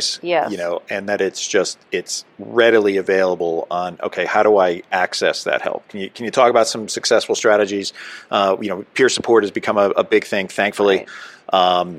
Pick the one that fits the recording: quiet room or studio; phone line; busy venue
busy venue